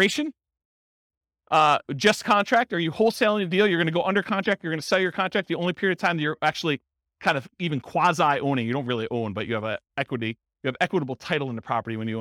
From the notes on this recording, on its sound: This was a live class recorded